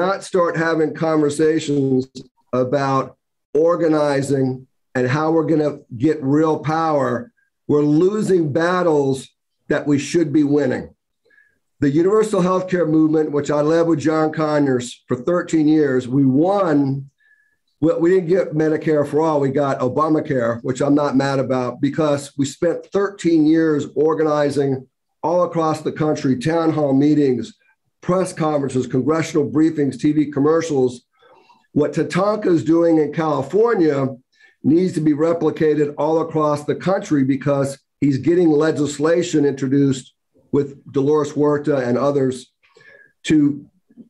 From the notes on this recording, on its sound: GREEP ZOOM #79